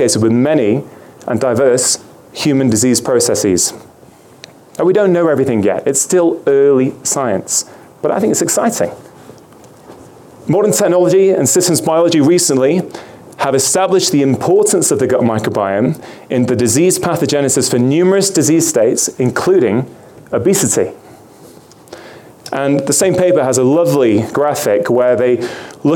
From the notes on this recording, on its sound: 2016 Low Carb Vail. You will hear various lectures from that conference.